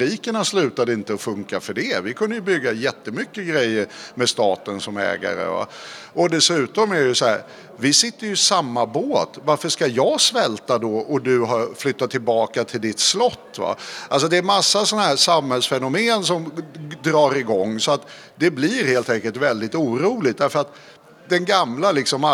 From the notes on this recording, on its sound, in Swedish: Live inför publik på Vänsterdagarna på mässan i Göteborg.